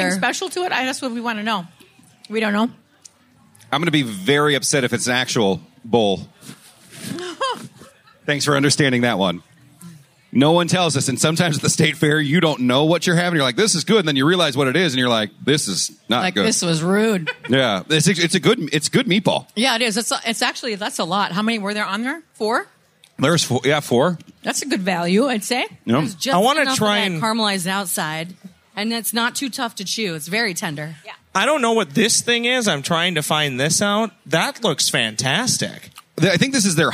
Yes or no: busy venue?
yes